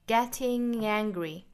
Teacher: 这里面呢是属于后鼻音加元音的连读